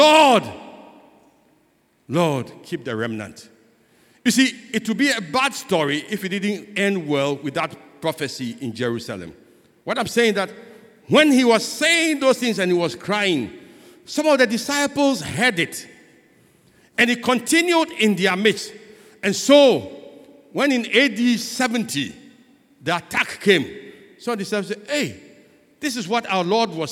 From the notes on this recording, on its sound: Sermon preached at CBC Shiashie Campus